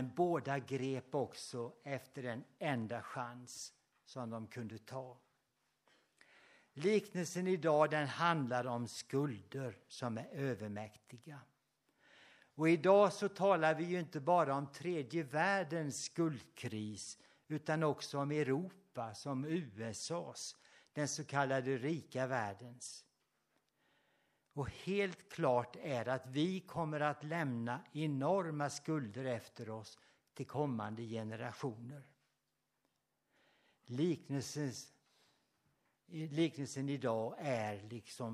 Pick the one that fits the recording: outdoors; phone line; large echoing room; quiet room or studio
large echoing room